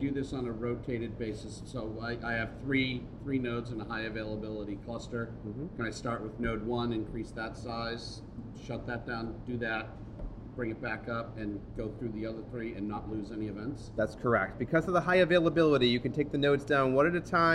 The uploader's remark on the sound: Recorded on 12 October 2015 at VMworld Europe